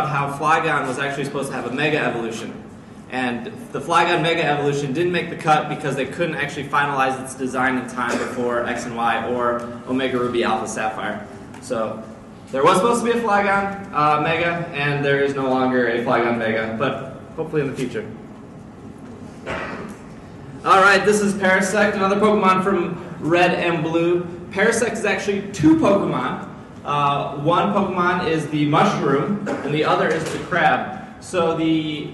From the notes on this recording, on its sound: Live at C2E2 [2015]. In this live show.